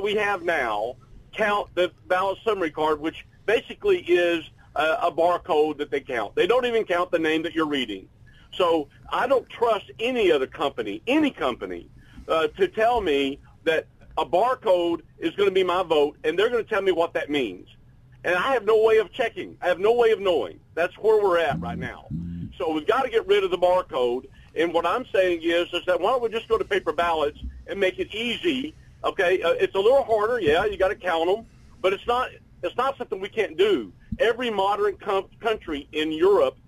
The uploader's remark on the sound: The Monday morning power panel got the week started with call ins.